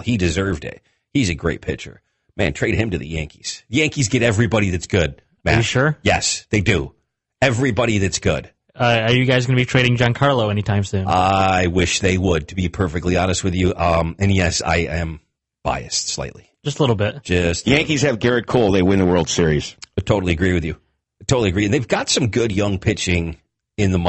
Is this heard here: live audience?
no